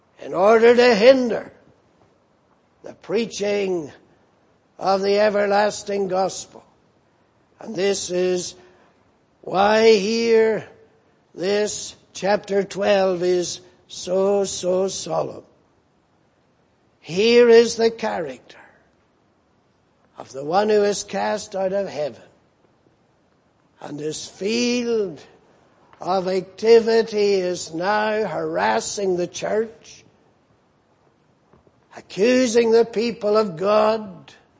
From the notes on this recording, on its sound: Preached in Grafton. At the Lord's Day Morning service on 25th November, 2018.